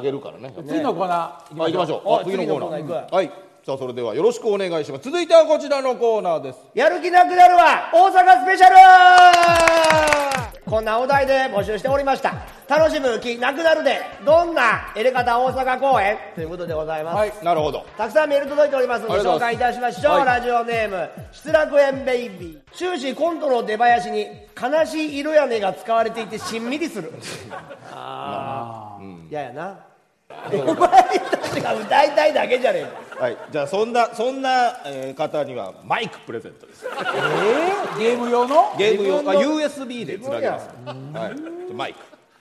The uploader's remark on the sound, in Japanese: 大千秋楽の大阪公演後に公開収録を開催しちゃいました！